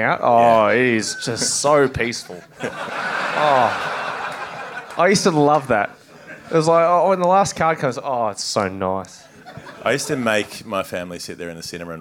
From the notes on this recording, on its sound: Live at the Corner Hotel. With some polishing up for the audio feed.